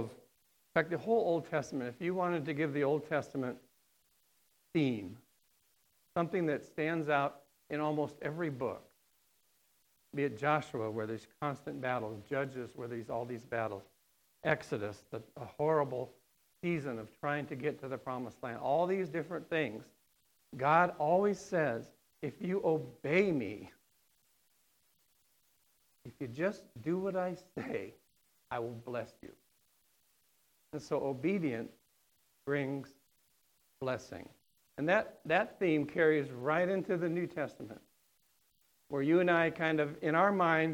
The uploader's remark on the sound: on September 29th, 2019 at The Well, an Acts 29 and Converge Heartland Church in Hastings, NE